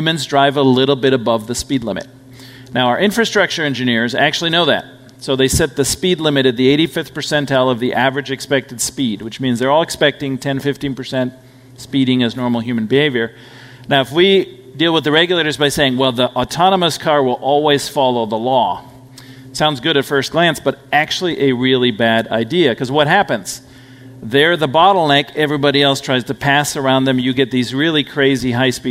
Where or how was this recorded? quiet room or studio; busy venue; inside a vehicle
busy venue